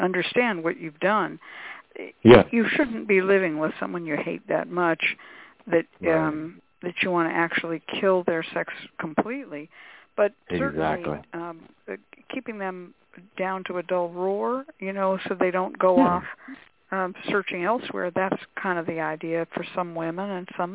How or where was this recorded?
phone line